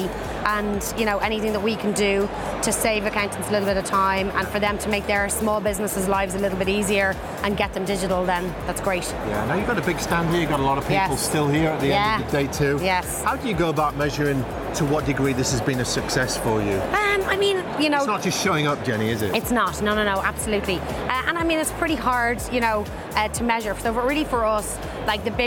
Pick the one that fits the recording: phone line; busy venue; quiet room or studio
busy venue